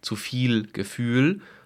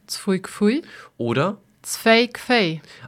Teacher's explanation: Die Sprecher vokalisieren das L. Das heißt, sie sagen nicht zu viel Gefühl, sondern eben Zfui kfui oder Zfei kfei. Aus dem L wird ein I. · Shown in: second take